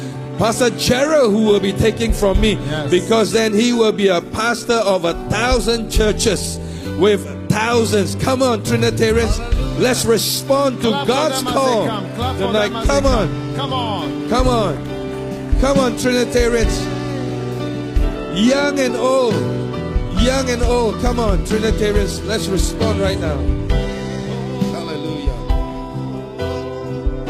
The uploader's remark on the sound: Preached at the Trinity Christian Centre, Singapore.